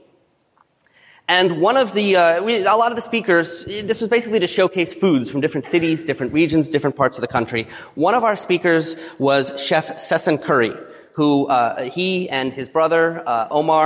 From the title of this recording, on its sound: 2017 FNCE Presentation